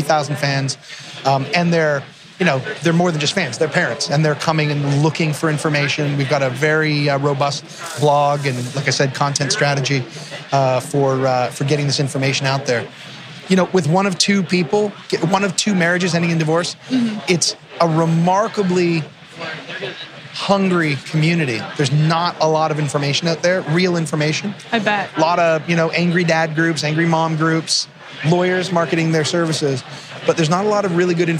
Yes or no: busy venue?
yes